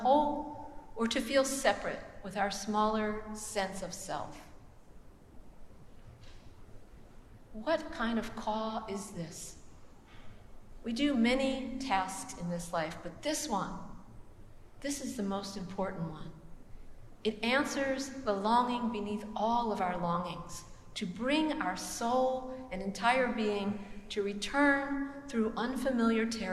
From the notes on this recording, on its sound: preached at the celebration of the Holy Eucharist